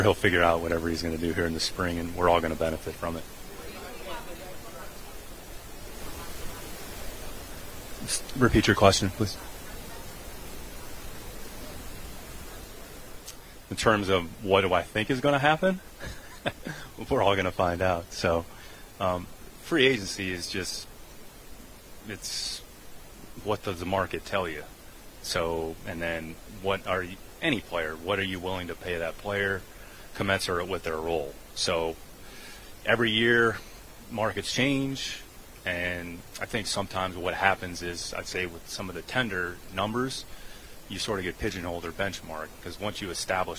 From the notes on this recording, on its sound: LIVE At The NFL Combine. LIVE from Indy.